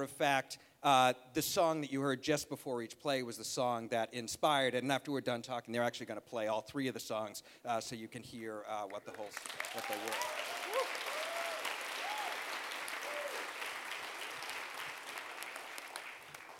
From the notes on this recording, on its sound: presented at the David Rubenstein Atrium at Lincoln Center on June 12, 2015